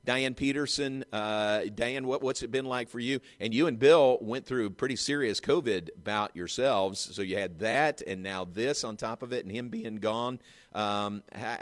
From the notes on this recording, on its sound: live from the #FinalFour in Indy.